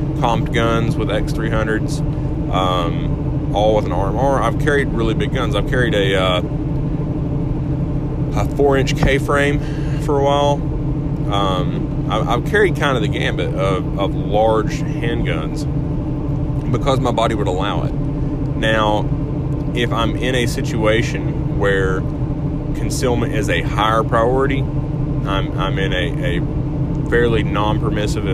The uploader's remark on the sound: Was recorded in truck on my way to work this morning so i apologize for any audio quality issues.